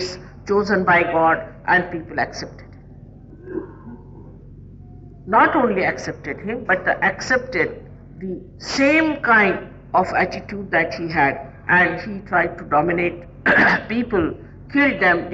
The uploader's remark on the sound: Archive audio. Speaking in Hindi at a Sahaja Yoga public program in Delhi, India.